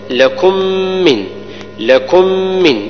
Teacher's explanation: ندغم الساكنة في المتحركة فننطق بميم واحدة مشددة · Term: إدغام